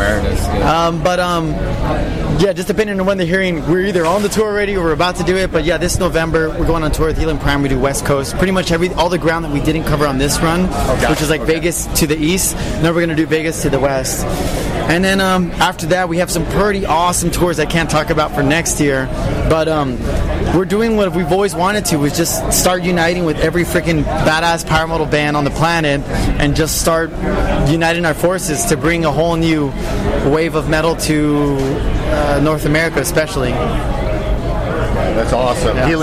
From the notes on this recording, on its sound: interview recorded prior to the band's performance at Mad With Power Fest